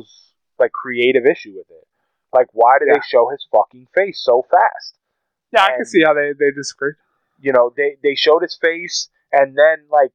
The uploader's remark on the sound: Excuse the audio its a tad muffled but we didn't want to waste this episode!